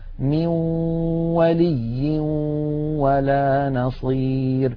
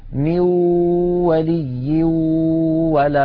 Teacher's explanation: هنا يا إخوتي عند الإدغام بغنة يخرج صوتان في آن واحد، واو من الشفتين في المثال الذي معنا، وغنة من الخيشوم · Shown in: first take · مجموع هذين الصوتين يشكل النون المدغمة في الواو. من الأنف يخرج غنة ومن الشفتين تخرج واو، يبدأان معا وينتهيان معا. بعض إخواننا يقول ميو يبدأ بواو ثم يتبعها بغنة، فلا بد من أن يبدأ معا وينتهيا معا، ولا يطغى صوت على صوت، يعني 50% غنة و 50% واو، أو 50% غنة و 50% ياء.